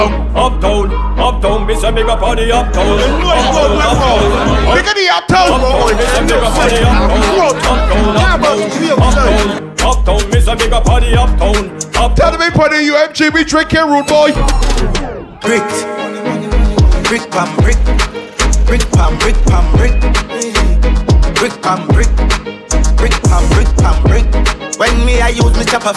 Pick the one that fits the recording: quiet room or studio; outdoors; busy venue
busy venue